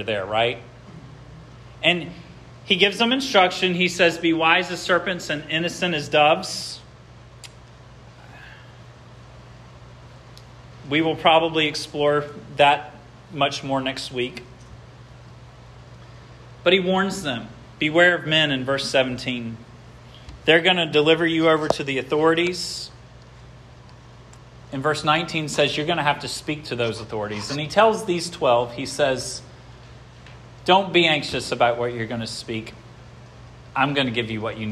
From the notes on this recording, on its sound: This sermon was preached at Hope Fellowship on Jan.